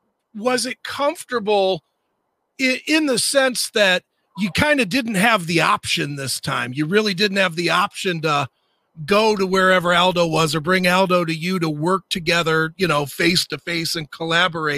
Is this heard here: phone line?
yes